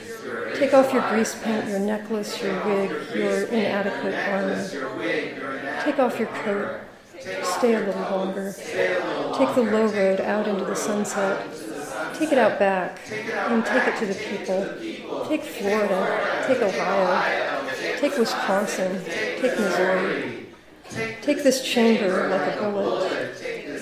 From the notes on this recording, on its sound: This episode was recorded live, in-person, at On Air Fest 2023.